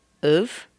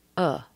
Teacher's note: Of can be shortened to of with a schwa.